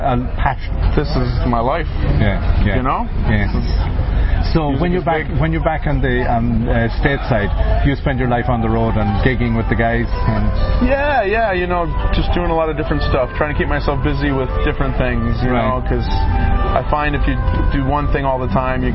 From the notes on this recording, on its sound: interviews recorded at the All Ireland Fleadh 2017 in Ennis Co Clare